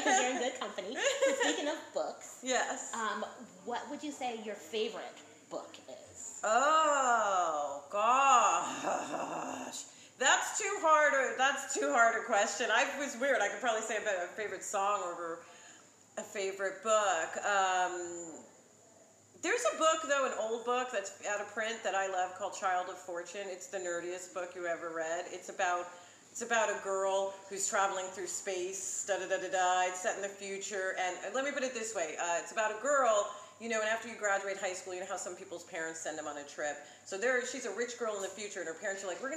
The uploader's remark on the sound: Recorded at Blerdcon 2019 in Washington, D.